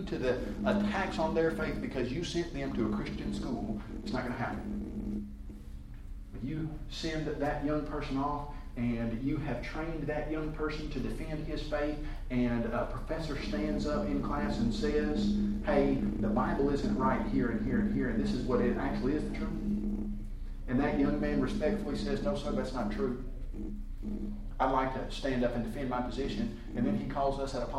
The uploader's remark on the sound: A class presentation. At the Ministering 2 Youth Conference 2014.